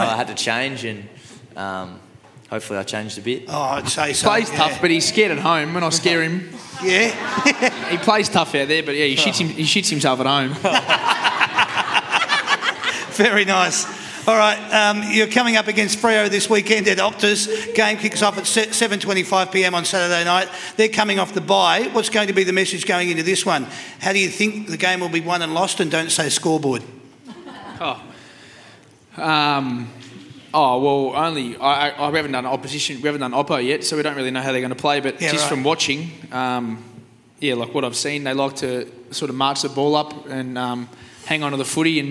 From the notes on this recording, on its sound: That's Good for Footy panel show LIVE from the Mulgrave Country Club. That's Good for Footy is a LIVE & interactive footy panel show for all the family.